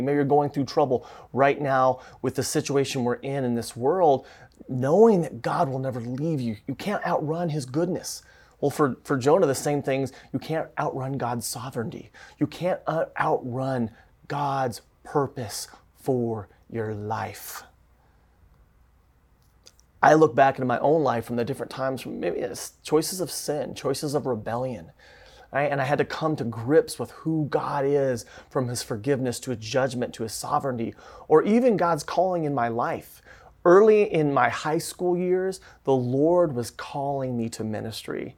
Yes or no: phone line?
no